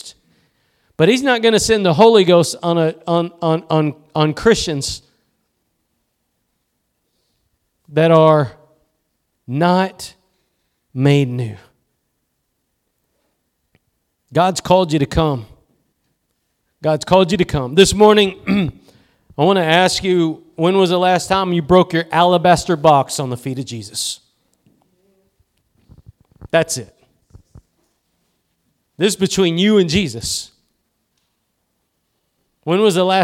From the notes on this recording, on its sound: Preached at Gospel Lighthouse in Bossier City, La.